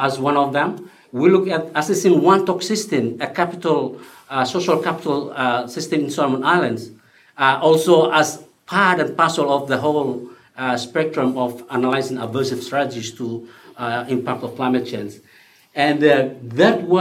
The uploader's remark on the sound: This panel at the 2018 Pacific Update (held in Suva on 5 and 6 July)